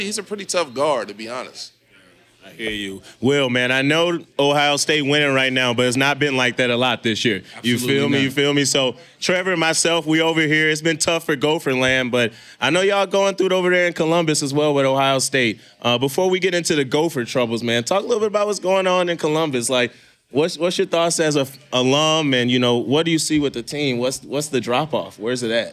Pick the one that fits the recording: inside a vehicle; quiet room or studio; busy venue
busy venue